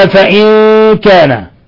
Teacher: نون ساكنة جاء بعدها الكاف إخفاء حقيقي